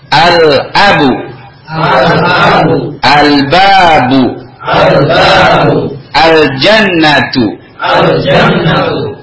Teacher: Lam itu kita baca jelas. Nah, ketika lam itu terbaca jelas, maka itu disebut alif lam qamariyah.